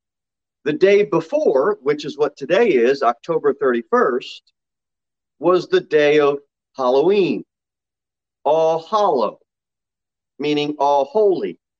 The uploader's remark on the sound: Sermon delivered at Pilgrim Baptist Church on Sunday, October 31, 2021, at 6:15 pm.